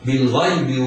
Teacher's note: اللام في بالغيب لام مرققة مظهرة لأنها لام قمرية لوقوع الغين بعدها. الياء حرف لين يسقط مده، يحترز القارئ من مده حال الوصل